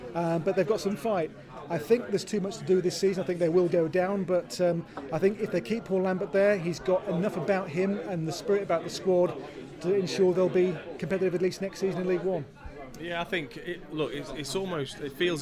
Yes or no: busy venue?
yes